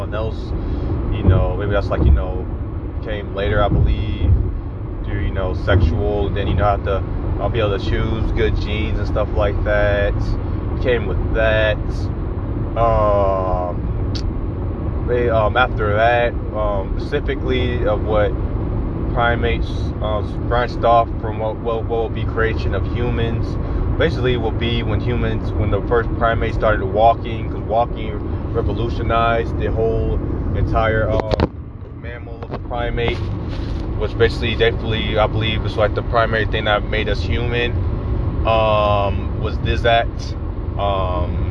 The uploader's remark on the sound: I am in my car. On my way to the MREA.